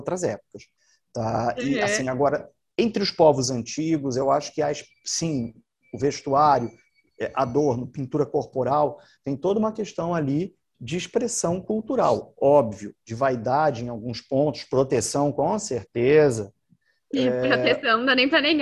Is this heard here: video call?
yes